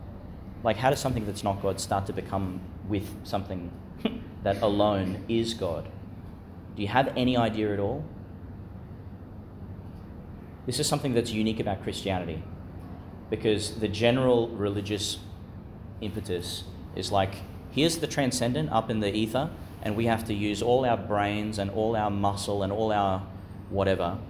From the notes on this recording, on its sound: delivered in the Chapel of Chanel College, Gladstone, Qld.